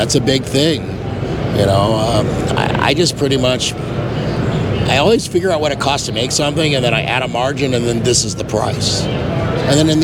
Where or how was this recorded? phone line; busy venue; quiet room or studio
busy venue